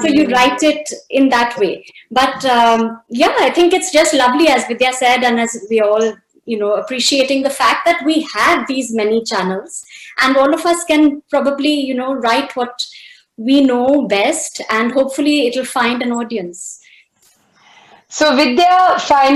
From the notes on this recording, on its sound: This episode is the audio version of a live online session from #JLFLondonAtBL2020